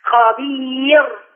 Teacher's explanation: الراء مرققة لما نقف عليها لأن قبلها ياء ساكنة